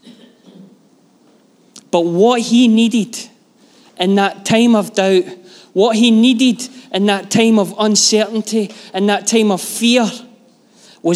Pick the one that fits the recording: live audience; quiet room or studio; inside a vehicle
live audience